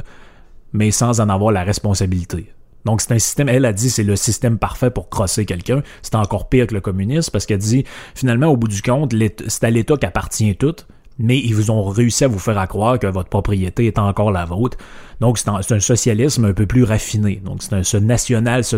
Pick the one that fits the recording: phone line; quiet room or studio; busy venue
quiet room or studio